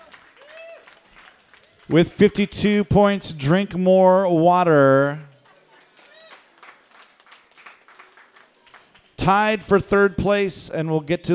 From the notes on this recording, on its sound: It's our second live Halloween pub quiz, this time at the fabulous Berliner Pub!